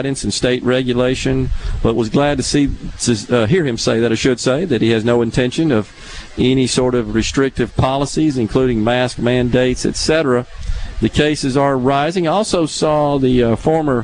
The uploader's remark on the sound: The JT Show broadcasts LIVE from The Neshoba County Fair.